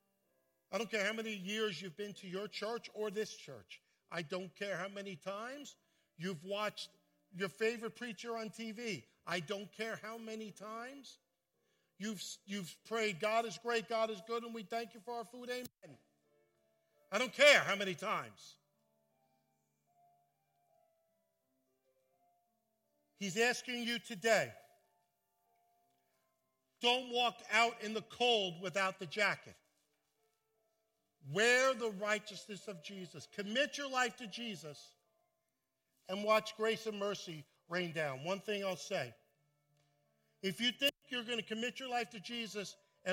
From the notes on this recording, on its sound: at Full Gospel Church in Livingston, NJ